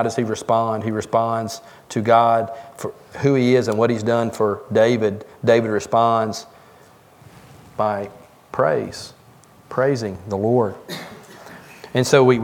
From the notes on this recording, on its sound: Join us from the pulpit of Beaver Baptist Church in Brighton Tn.